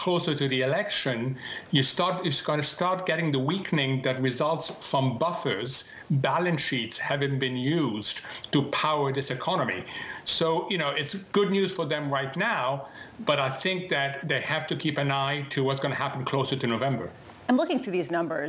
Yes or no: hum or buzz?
no